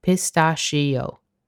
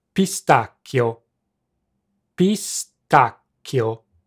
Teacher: English speakers pronounce the ch as a sh sound, whereas in Italian, ch is a hard k sound